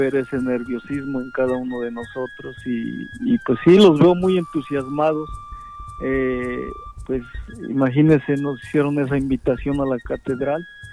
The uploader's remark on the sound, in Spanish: Esta es una entrevista por telefono